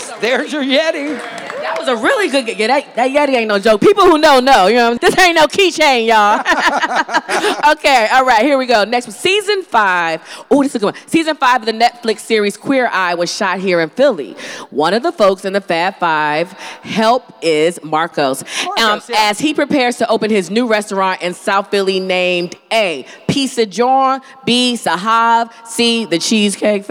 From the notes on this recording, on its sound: Live from BlackStar Film Festival. Live from the Daily Jawn Stage at the Kimmel Cultural Campus.